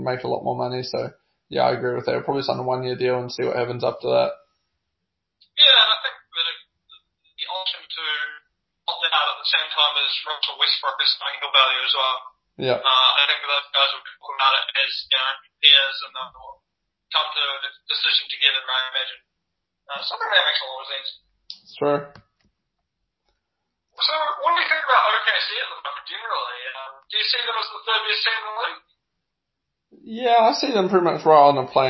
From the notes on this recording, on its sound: Really bad sound quality